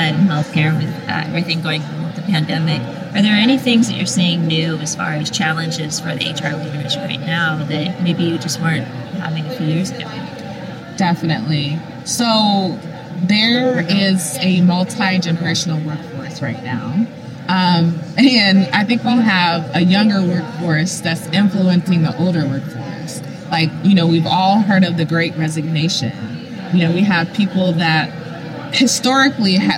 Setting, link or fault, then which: setting, busy venue